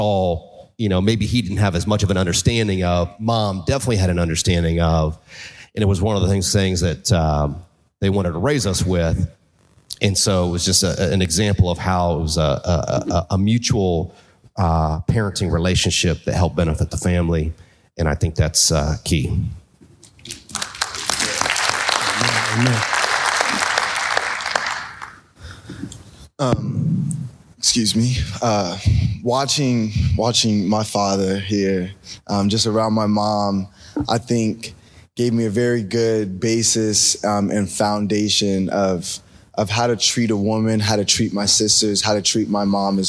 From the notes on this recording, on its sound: At the Be a Baller Podcast Live Event. The live audience.